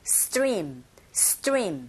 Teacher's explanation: St, sk, sp. 된소리 현상 일어나죠. Stream 하지 마시고 stream.